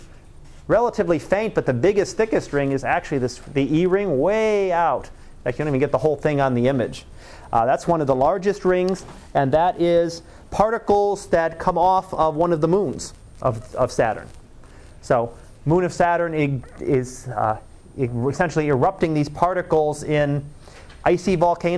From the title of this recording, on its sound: Live Class Lecture